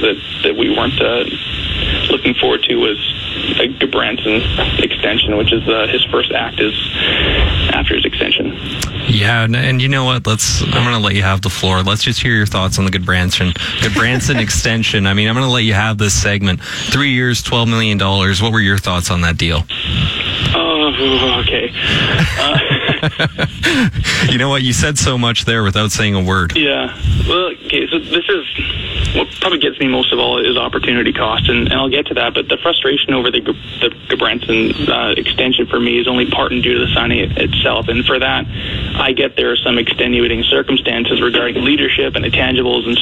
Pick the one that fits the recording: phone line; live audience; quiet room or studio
phone line